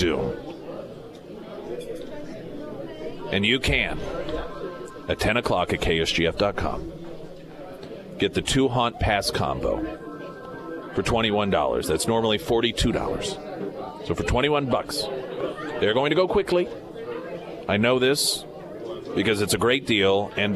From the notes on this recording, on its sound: live at Scramblers Diner.